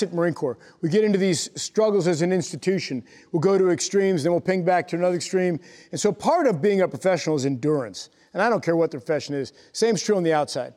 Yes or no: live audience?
yes